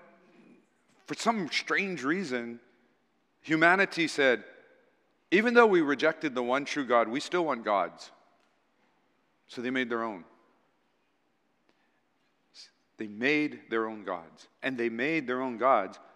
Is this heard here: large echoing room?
yes